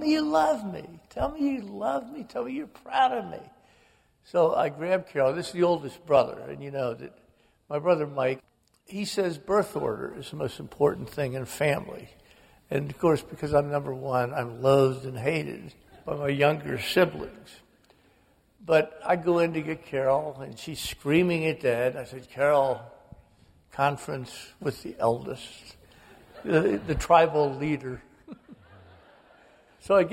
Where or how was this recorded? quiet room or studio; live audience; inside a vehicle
live audience